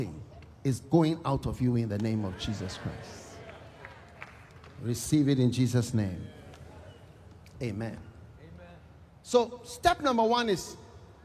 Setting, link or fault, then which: setting, live audience